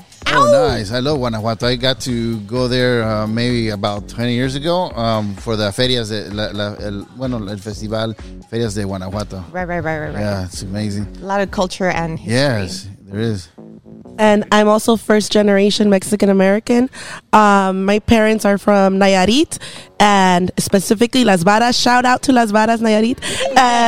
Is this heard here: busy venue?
yes